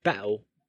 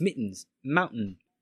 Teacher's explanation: Catching the air behind the back of the tongue at the end of the first syllable before expelling it on pronunciation of the second syllable. This is commonly known as the glottal stop.